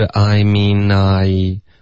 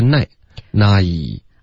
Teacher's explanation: Okay, I mean I,的这块呢你别发成 nai, I mean I,是 I mean I, I 是一个双元音要滑到一个 e 的音 · Shown in: first take · I, okay,不是 nai, nai.